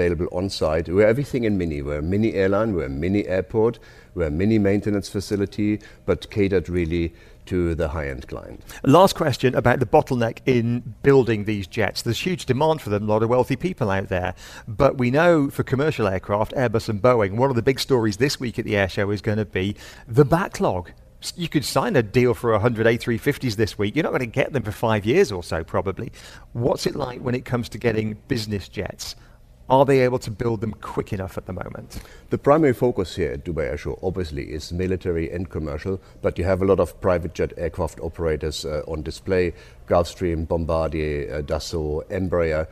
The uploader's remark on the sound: We’re broadcasting live from DC Aviation Al Futtaim's VIP Terminal at Al Maktoum International Airport all this week, celebrating the company's 10th anniversary.